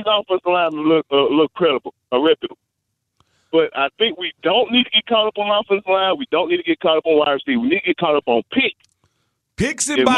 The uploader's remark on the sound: fans call in to give thoughts as well